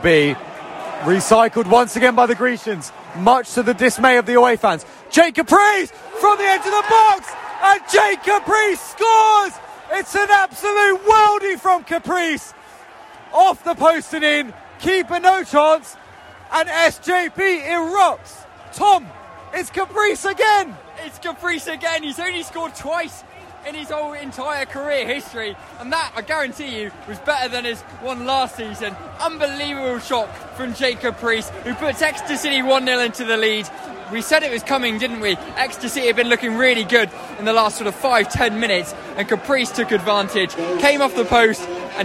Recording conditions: busy venue